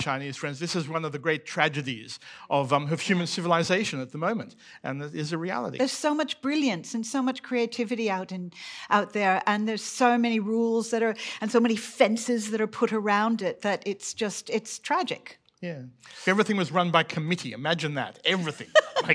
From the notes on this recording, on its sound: Came together at Antidote 2022. This talk was recorded live at the Sydney Opera House in September 2022.